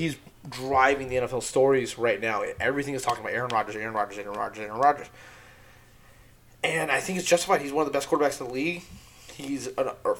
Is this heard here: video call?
no